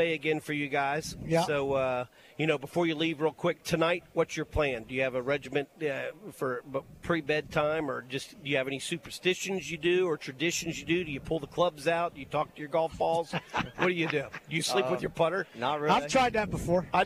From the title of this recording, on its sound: David Miller Memorial Golf Tournament LIVE From UMS Wright